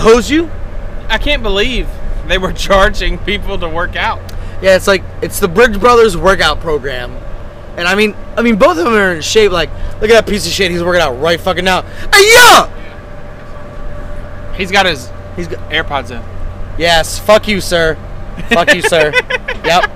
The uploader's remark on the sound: Round 2 of recording on Pier Alpha in GTMO.